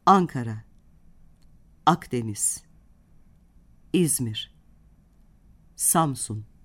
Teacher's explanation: Ankara sözcüğünde ilk hece n ünsüzüyle bittiği için kapalı hece, ikinci ve üçüncü hece a ünlüsüyle bittiği için açık hecedir. İlk hecesi kapalı olan yer adlarında vurgu ilk hecededir.